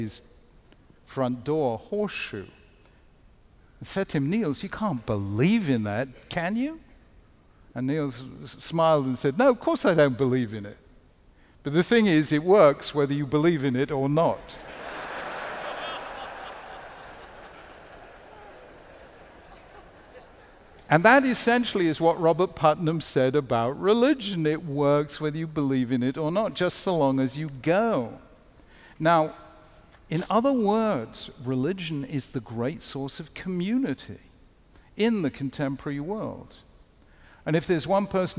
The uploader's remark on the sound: Keynote lecture. The lecture was hosted by The Chautauqua Institution, an arts and cultural lifelong learning community on the shores of Lake Chautauqua in Western New York.